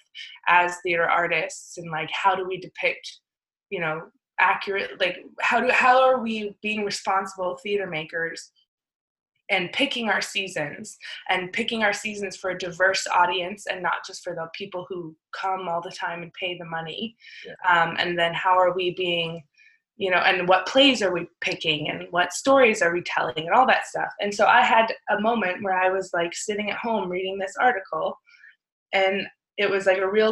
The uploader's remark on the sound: This episode we Zoom-ed up